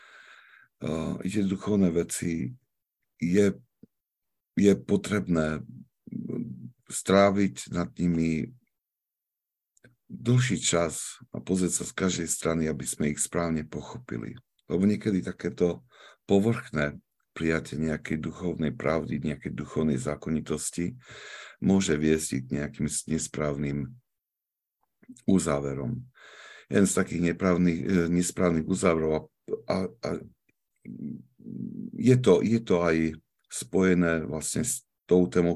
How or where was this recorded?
video call